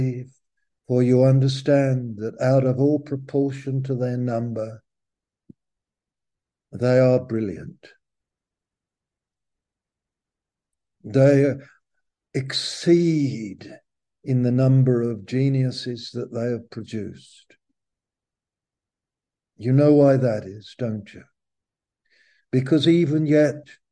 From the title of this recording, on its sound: Malaysia Meets (Zoom)